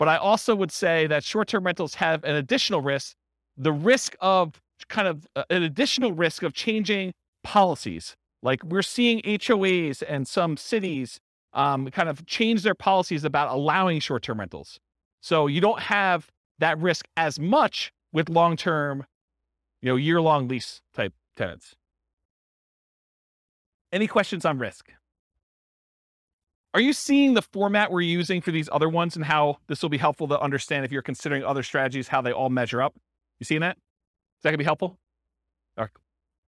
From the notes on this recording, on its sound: This was a live class recorded